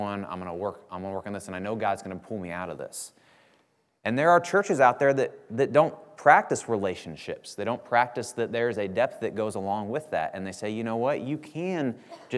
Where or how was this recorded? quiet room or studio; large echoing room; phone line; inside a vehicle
large echoing room